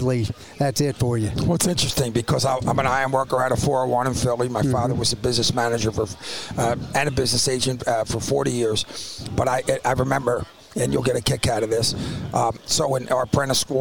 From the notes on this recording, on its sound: Live Conversation From The Shale Insight Convention